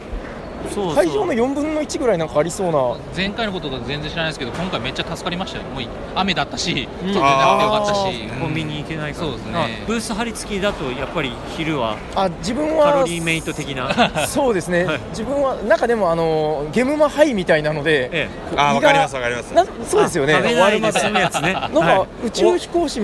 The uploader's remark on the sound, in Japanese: ゲムマ会場で収録しました